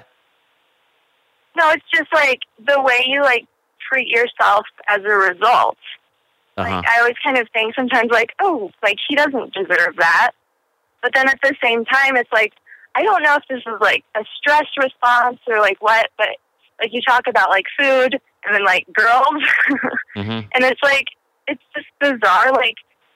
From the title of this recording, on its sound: Listeners' Calls